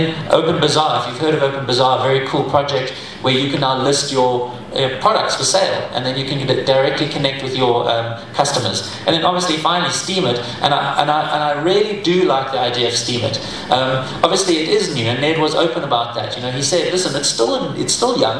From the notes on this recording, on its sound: speaking at the first Steemit Saturday conference in Johannesburg, South Africa - October 2016